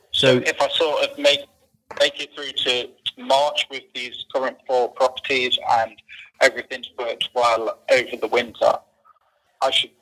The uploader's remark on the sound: Live Mentoring Call.